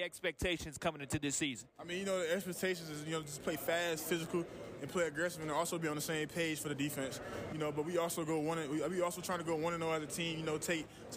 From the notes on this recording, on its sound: Live at SEC Media Days. The Nashville SEC Media Day Three!